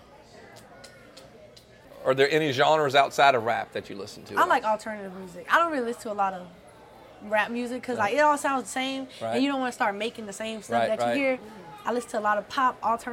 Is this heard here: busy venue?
yes